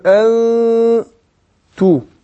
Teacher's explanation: طبعا بخفي النون عند التاء مع كون إن الغنة حركتين، يعني هجيب النون هخفي النون أقول أنتو. · Term: إخفاء النون عند التاء